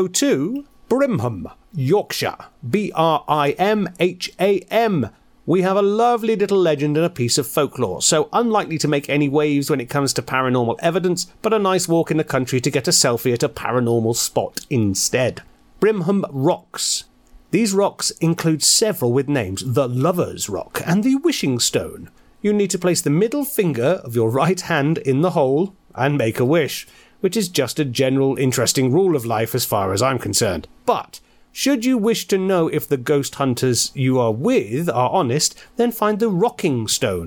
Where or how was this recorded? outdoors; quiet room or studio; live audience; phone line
quiet room or studio